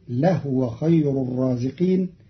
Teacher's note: قرأ قالون كلمة لهو بإسكان الهاء فتصير لهو خير الرازقين، وكلاهما أي الضم والإسكان في لغة العرب.